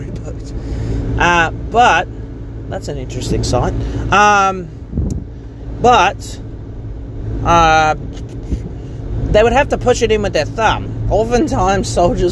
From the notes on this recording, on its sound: I ramble about things in the car once more